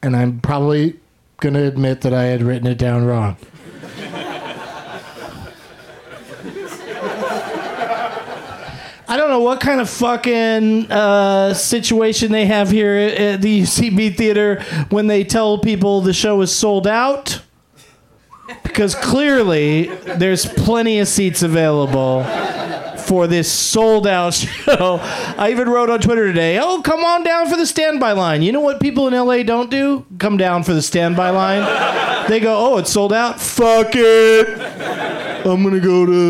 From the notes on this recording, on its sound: Live from the UCB Franklin in LA